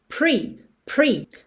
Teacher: Então, a primeira parte, eu acho que acaba sendo a mais challenging, a mais desafiadora para quem está começando, que é esse pre, pre. Porque esse R que está aí entre o P e o E vai ter a ideia de ser aquele R enrolado